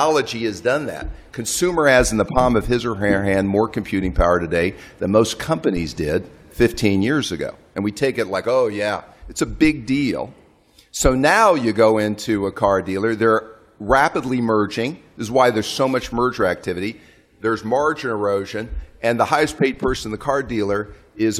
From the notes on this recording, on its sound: A special episode from the annual meetings of the Fund and World Bank in Washington. On an all-star panel.